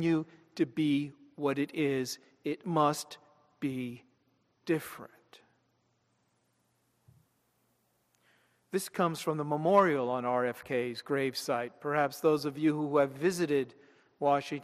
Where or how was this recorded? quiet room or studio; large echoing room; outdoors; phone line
large echoing room